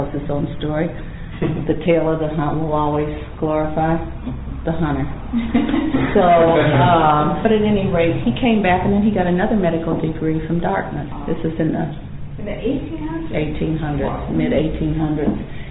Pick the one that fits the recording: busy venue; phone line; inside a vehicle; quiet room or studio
busy venue